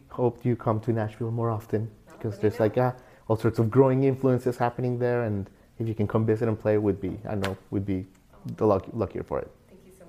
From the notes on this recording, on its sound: LIVE at SXSW 2023. On location from SXSW in our final episode from the 2023 edition in Austin, Texas.